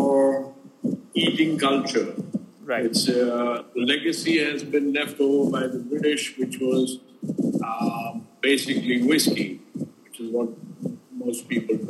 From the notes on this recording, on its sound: Apologies for the sound quality